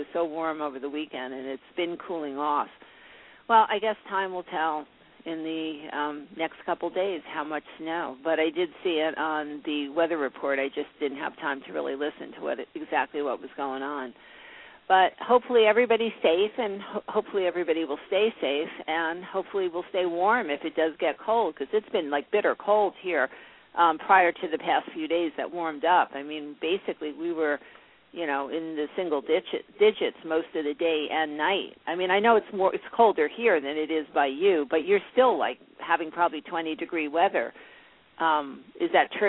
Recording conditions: phone line